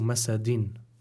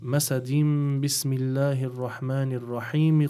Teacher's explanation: But because if we want to continue the recitation to the following surah, which is Surah Al-Ikhlas, we would swap the tanween with a meme · Shown in: second take · and we would recite it as masadin bismillahir rahmanir rahim qul huwallahu ahad. · Term: إقلاب